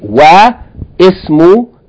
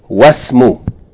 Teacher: since there's a word before it, the kasra of ism is going to be dropped · Shown in: second take · So we're not going to say wa ismu al-binti aminatu.